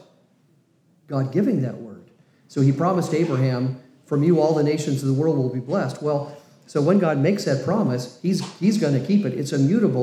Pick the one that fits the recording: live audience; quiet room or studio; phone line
live audience